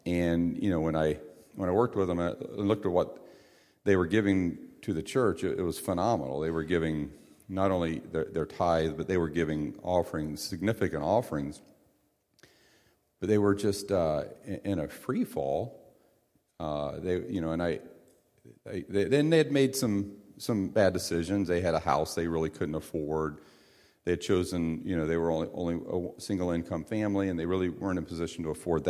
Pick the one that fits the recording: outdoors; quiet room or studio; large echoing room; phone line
large echoing room